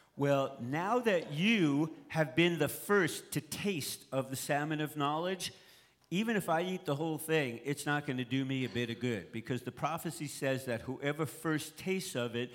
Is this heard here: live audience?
yes